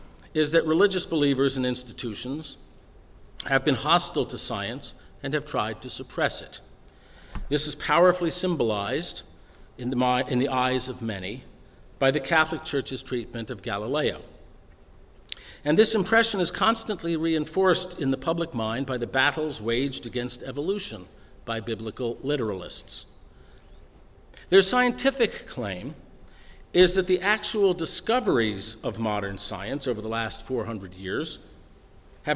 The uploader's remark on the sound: delivered at the University of Chicago on April 9, 2015.